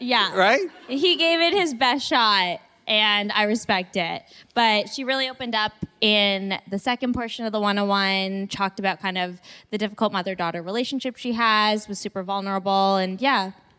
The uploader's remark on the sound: Live from the #SCADTVFest in Atlanta. In front of a live audience. Thanks to a few hilarious questions from the audience.